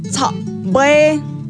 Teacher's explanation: ellos cortan la palabra un poquito más rápido, usando un golpe de voz en la garganta